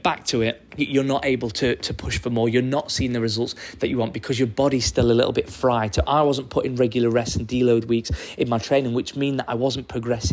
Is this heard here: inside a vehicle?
no